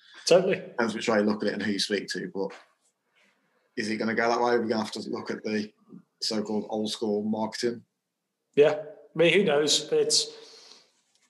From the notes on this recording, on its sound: Having to have a full zoom conversation with each other whilst no other people are present.